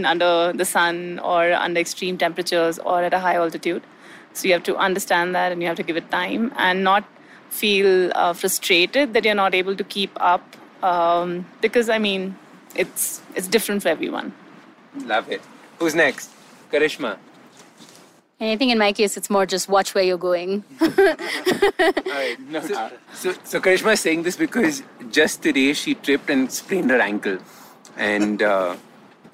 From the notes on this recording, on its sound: live expedition trekking experience in the form of an audio blog from the Kang Yatse 2 Trek, also known as the 'Markha Valley Trek'